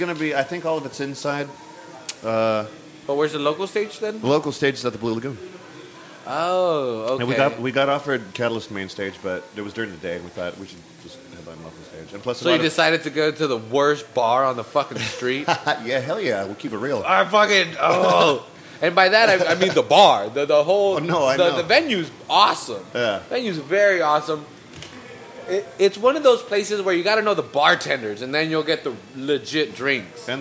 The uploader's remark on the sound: One of the reasons we like to record at XL Public House is, you never know who might walk in the door.